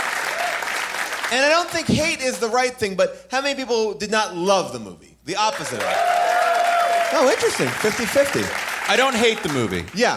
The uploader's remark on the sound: Recorded LIVE from Largo in Los Angeles